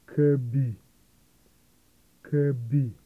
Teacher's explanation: The low tone is quite breathy.